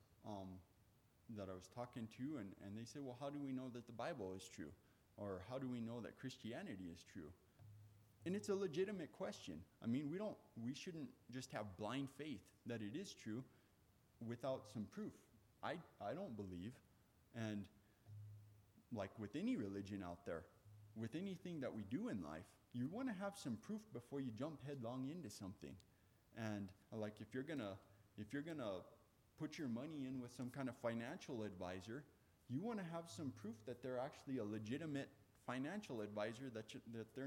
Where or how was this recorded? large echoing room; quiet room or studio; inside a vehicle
large echoing room